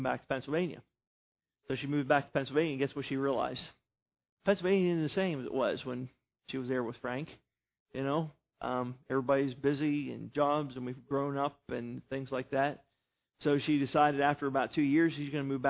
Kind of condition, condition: setting, large echoing room